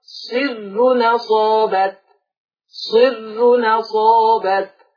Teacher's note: هنقل الحركه اللي فوق الهمزه · Term: النقل